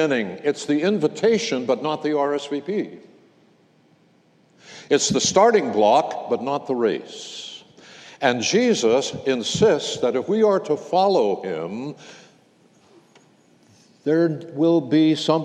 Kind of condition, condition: setting, large echoing room